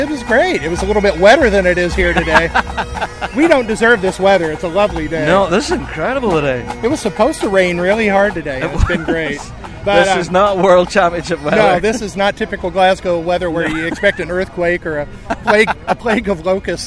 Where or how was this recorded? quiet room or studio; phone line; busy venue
busy venue